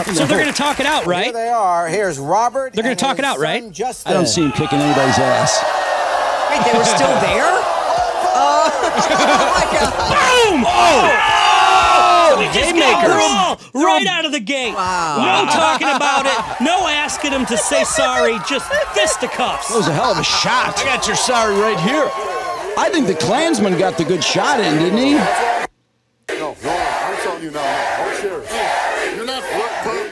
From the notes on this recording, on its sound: yell over a bar this time instead of a bowling alley